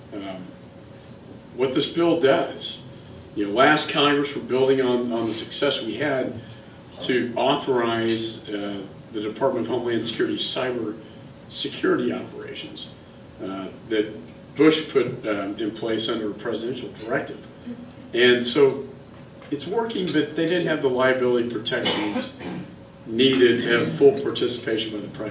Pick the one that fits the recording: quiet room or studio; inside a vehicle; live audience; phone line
live audience